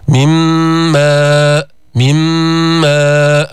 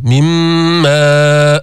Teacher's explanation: أدغمنا النون في الميم، فلفظنا ميما مشددة مع الغنة